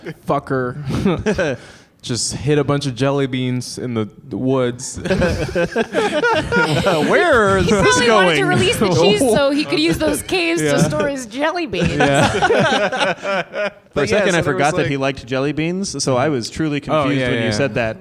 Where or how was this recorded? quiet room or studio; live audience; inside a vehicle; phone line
live audience